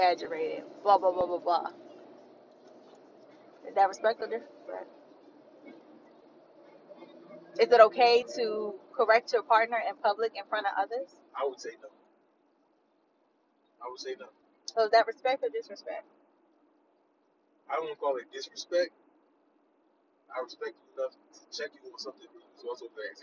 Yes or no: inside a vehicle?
yes